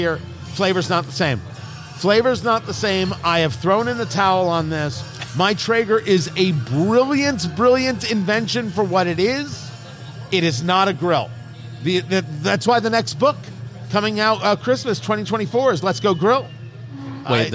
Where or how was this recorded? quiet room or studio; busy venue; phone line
busy venue